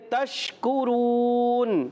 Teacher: شین میں تفشی ہوتی ہے، منہ میں آواز پھیلتی ہے مگر پھیلنے میں آواز یہ نہ ہو کہ آواز لوٹ جائے یعنی شین ہل جائے، شین کو ہلانا نہیں ہے، یہ آپ نے خاص خیال رکھنا ہے.